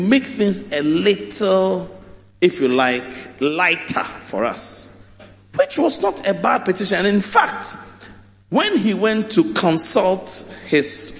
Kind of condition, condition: setting, large echoing room